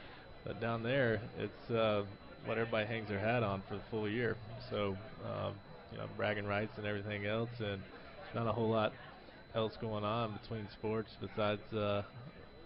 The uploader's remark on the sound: LIVE from PiratesFest on Friday night at PNC Park